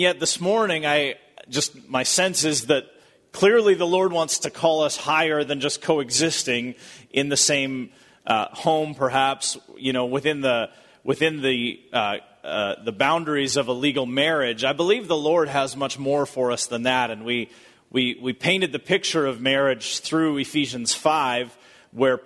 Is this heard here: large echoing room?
yes